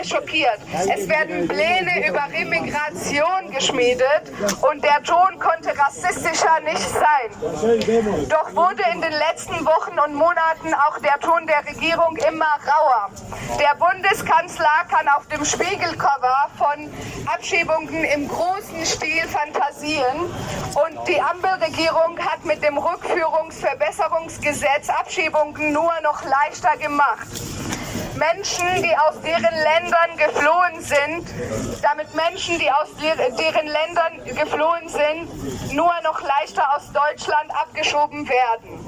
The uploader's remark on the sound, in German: Aufgezeichneten Redebeiträgen von einer Kundgebung gegen Abschiebungen vom Hamburger Flughafen, zwei Kundgebungen in Solidarität mit einer Schwarzen Familie in Ottensen.